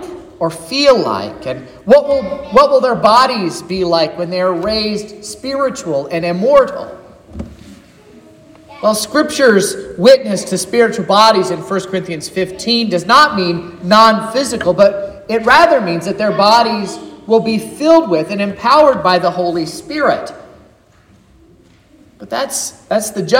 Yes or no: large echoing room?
yes